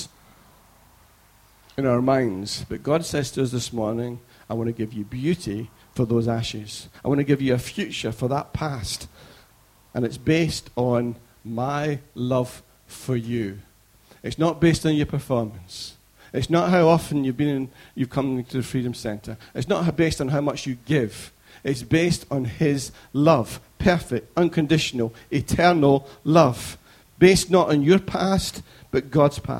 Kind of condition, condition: setting, large echoing room